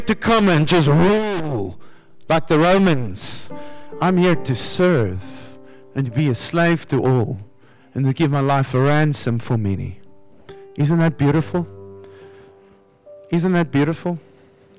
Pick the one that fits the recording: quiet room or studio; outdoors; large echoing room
large echoing room